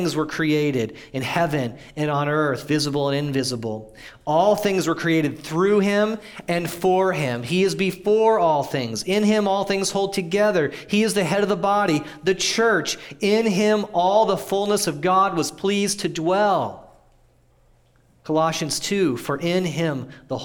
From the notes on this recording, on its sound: audio from New City Church in Champaign-Urbana, IL